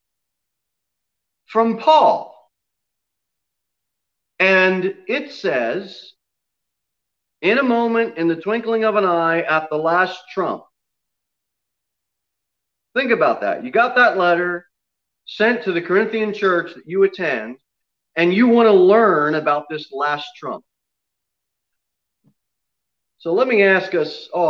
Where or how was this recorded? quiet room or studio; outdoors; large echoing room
large echoing room